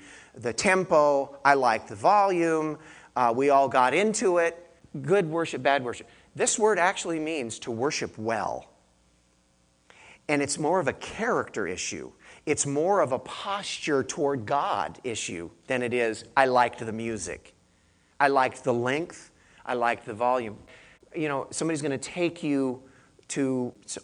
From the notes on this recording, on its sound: I gave this message to our church in Santa Cruz